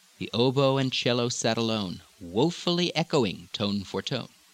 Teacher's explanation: Oh, oh, with the upward inflection.